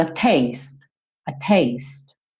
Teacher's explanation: Termina no som do T. E esse T pode até ser bem reduzido.